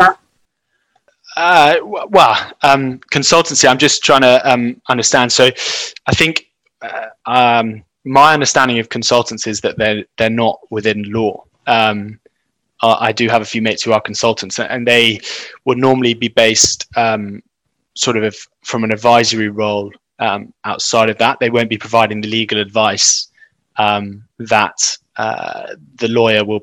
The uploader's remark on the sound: This podcast is recording of a Beyond Radley event - virtual talks by experts from the Radley community.